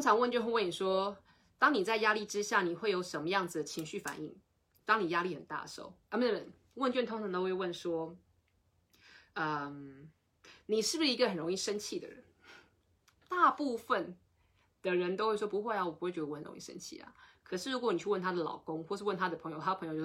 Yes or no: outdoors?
no